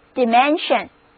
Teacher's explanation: Are you happy?你们快乐吗？人们常说，人不可貌相，海水不可斗量。我们平时无论测量什么，都需要一定的尺寸。今天我们就来谈谈测量的话题。词根 mens 表示测量，含有这个词根的单词多半都跟这个意思沾一点边儿。比如说这个单词 Dimension，重音放在第二个音节上，字母 s 发 sh 的音